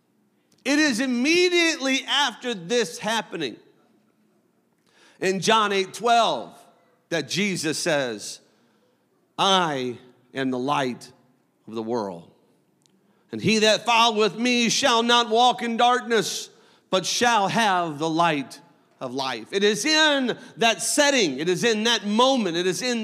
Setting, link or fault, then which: setting, large echoing room